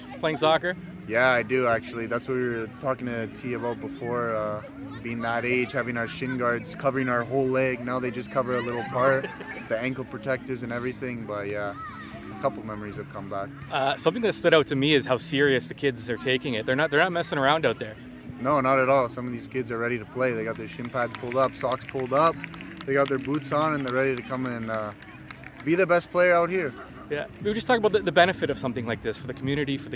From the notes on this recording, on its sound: goes on location at the Forge FC Youth Soccer Skills Clinic at Tim Hortons Field in Hamilton